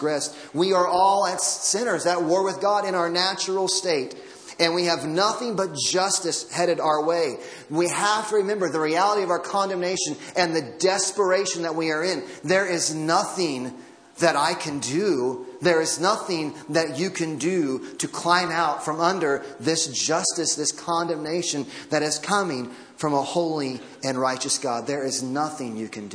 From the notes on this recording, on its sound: Audio from Christmas Eve Service.